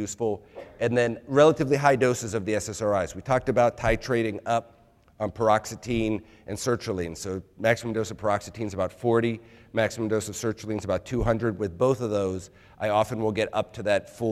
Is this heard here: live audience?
yes